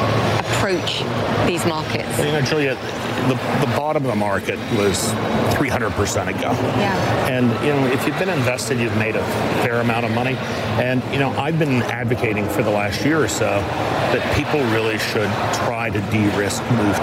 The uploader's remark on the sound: live from the New York Stock Exchange